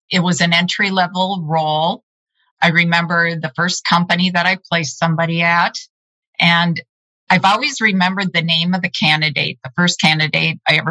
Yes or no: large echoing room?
no